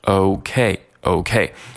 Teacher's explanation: 你也需要把嘴给撅起来变成 oh，也就是你的落脚点，你这个音在结尾的时候你应该发的是一个 oh 这个音才可以哈